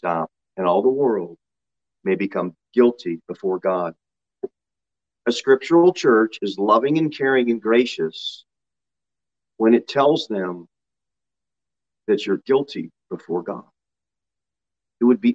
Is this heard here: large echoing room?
yes